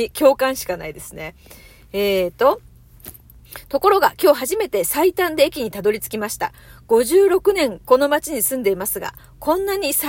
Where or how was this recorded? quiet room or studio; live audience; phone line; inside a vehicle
inside a vehicle